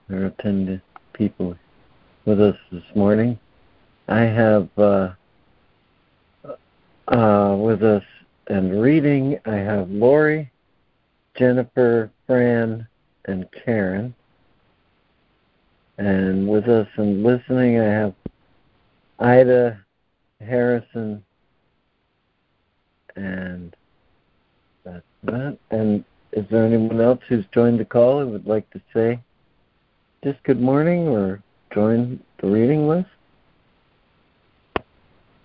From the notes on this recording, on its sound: ACIM Daily Conference Call